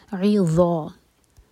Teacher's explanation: ذا کے لیے ہماری زبان اوپر والے دانتوں کو ٹچ کرے گی، منہ بھر کر پڑھا جائے گا